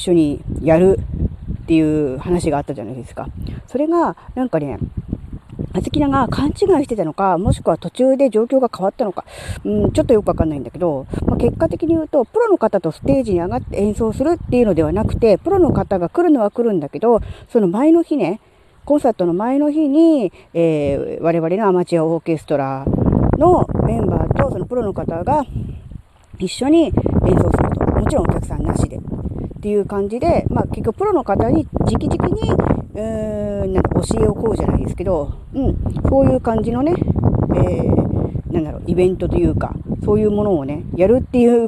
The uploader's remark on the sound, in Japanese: 屋外で収録しました。風が強かったため、雑音多めですみません。